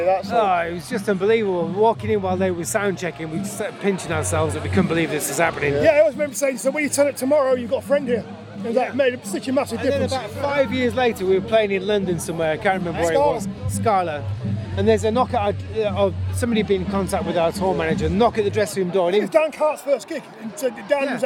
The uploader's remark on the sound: Episode 74 at SlamDunk Festival